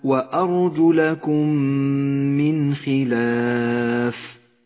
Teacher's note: الميم الساكنة أدغمت بالميم المتحركة فصارت ميما مشددة لونت بالأخضر لأنها تغن بمقدار حركتين · Term: الإدغام المتماثل